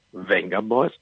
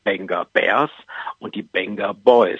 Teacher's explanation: Es gibt ja die Venga Boys, genannt in Deutschland Venga Boys, und die Venga Bears. Aber das V wird als B gesprochen. · Shown in: second take · Das sind nämlich die Benga Bears und die Benga Boys.